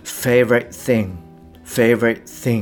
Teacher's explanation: t の音は、まあ、ほとんど普通は出さずにですね · Term: t が脱落する